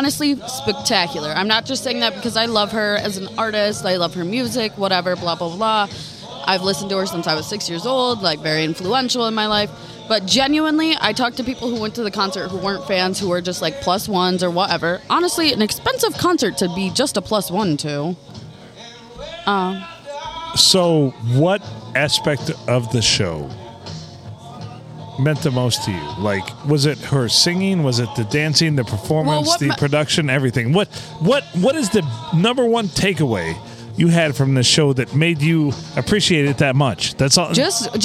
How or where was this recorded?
busy venue